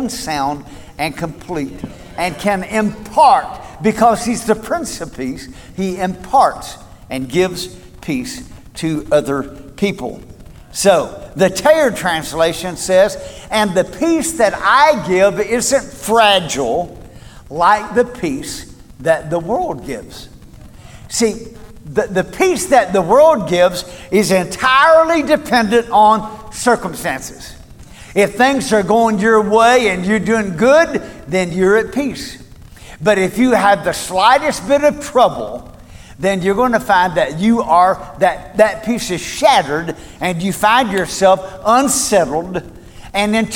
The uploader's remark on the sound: Recorded at Cornerstone Church